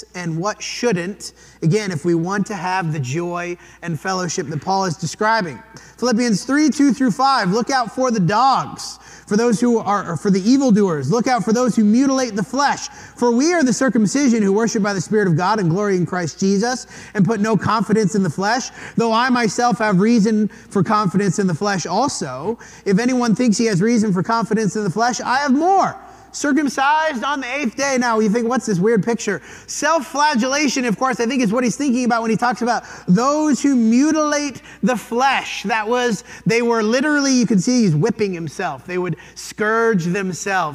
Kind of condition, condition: setting, large echoing room